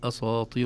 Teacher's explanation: نحتاط لها ونأخذ حذرنا لئلا تفخم السين تبعا للطاء